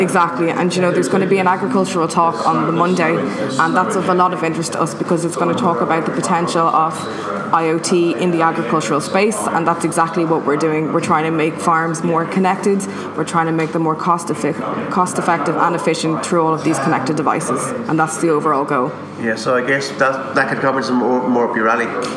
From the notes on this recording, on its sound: Irish Tech news will be doing some Podcasts at the IoT conference which starts today in the CCD.